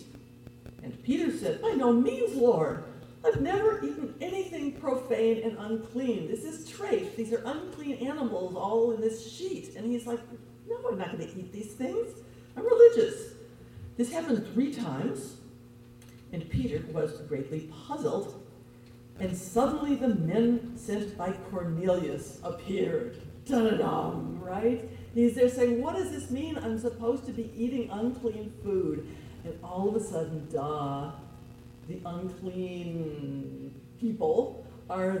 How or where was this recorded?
large echoing room